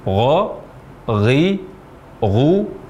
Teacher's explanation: Huruf ghain diucapkan dari ujung tenggorokan atau tenggorokan bagian atas.